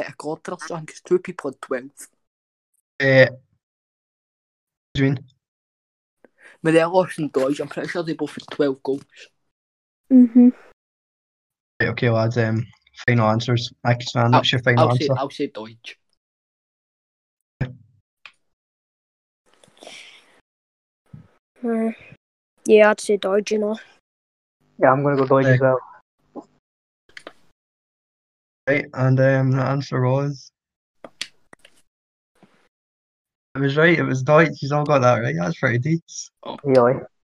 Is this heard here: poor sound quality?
yes